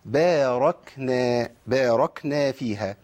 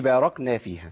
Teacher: والكاف لا تخرج الا بالهمس · Shown in: first take